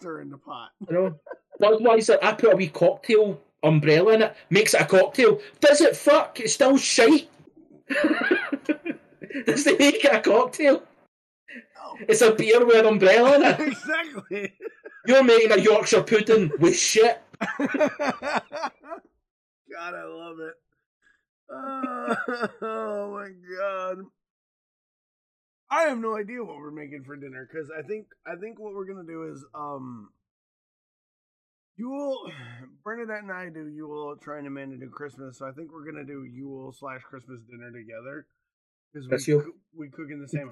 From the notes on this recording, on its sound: Apologies for the audio quality. Is extremely quiet in this episode.